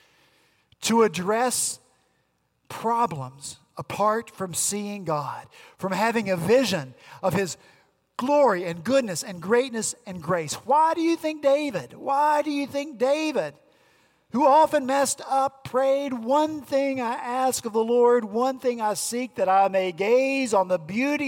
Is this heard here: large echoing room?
yes